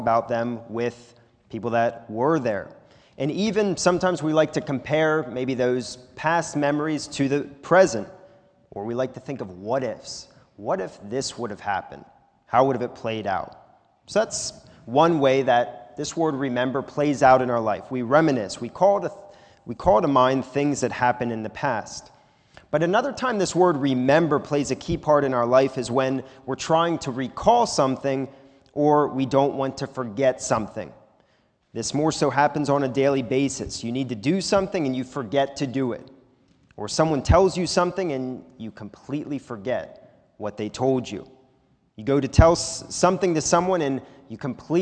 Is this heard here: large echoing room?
yes